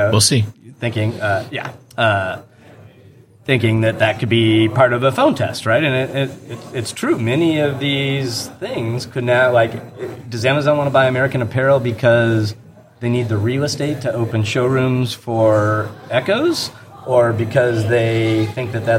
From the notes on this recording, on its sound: interview live from the NRF Big Show